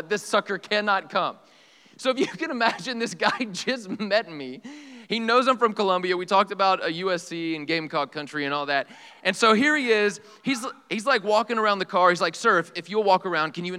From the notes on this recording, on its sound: This sermon is from our EPIC retreat